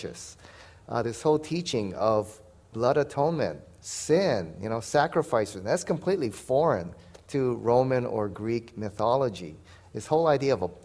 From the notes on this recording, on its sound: These were just a few of the questions addressed at the Question and Answer time at the 2023 Evidence and Answers Conference.